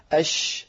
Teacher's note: الشين من وسط اللسان أش فهذا مخرجها.